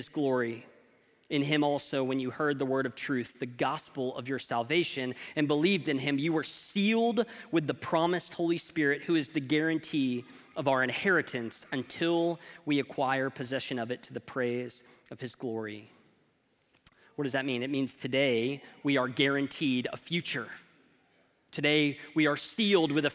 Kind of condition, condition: setting, large echoing room